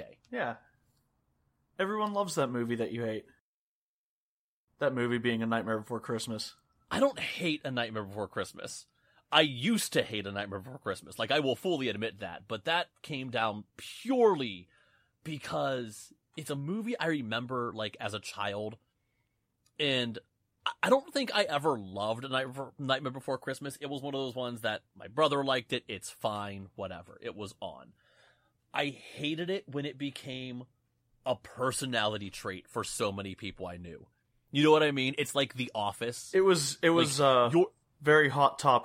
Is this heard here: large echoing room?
no